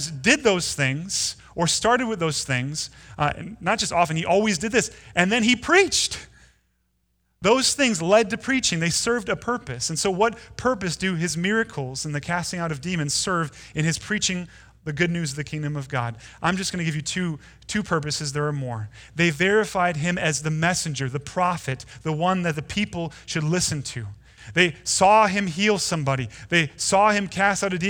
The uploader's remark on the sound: Delivered Sunday, February 16, 2020 at Woodridge Community Church (New Berlin, WI).